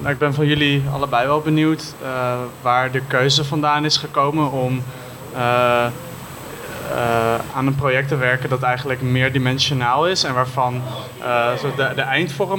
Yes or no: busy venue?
yes